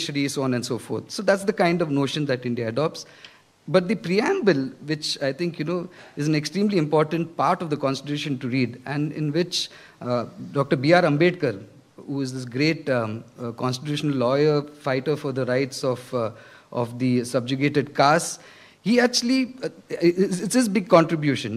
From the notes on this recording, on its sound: this keynote address was delivered at the ecosocialism conference hosted by Green Left Weekly and Socialist Alliance